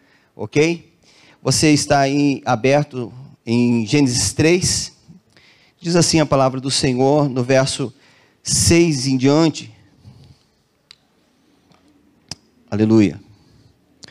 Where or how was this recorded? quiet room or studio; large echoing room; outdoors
large echoing room